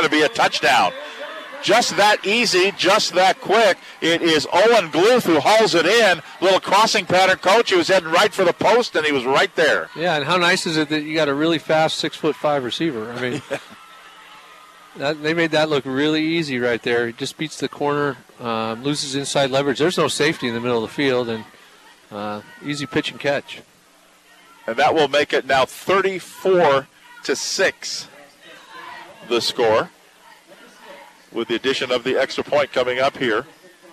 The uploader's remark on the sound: live from Goddard Stadium in South Everett